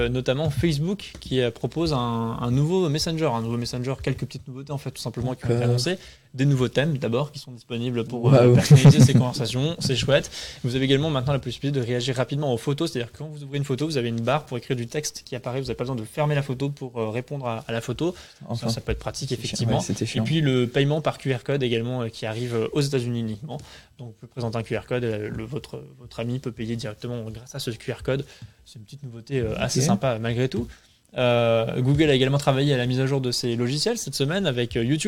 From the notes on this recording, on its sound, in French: Ce matin on est en direct de la Startup Weekend de Strasbourg